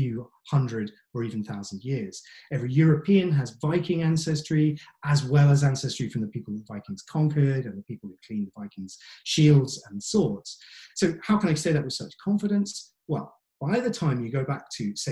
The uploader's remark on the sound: This talk was recorded at the online 5x15 event. There are only two rules - no scripts and only 15 minutes each.